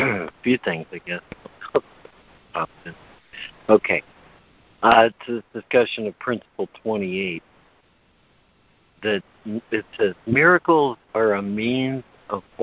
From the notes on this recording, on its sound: ACIM Daily Conference Call.